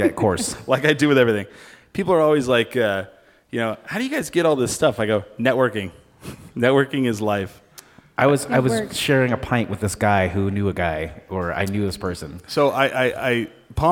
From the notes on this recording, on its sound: We are live from the Alibi lobby.